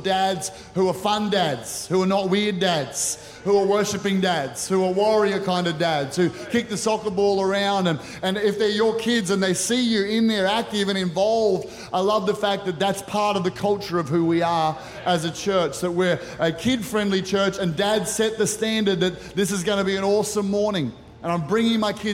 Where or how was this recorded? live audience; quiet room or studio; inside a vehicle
live audience